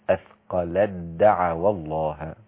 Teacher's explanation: التاء مع الدال إدغام، فلا تنطق التاء أبدا، هتنطق الدال مباشرة بعد اللام